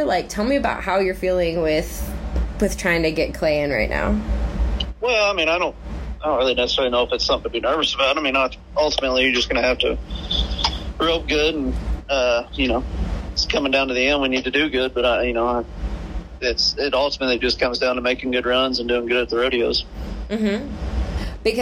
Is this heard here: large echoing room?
no